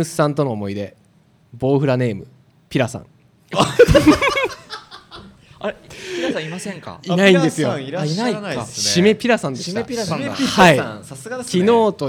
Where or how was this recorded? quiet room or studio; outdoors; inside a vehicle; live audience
live audience